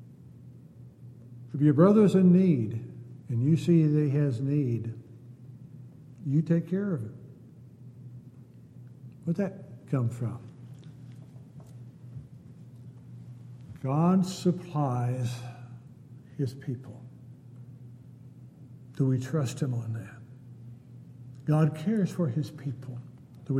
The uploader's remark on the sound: Downtown Church Of Christ Audio Sermon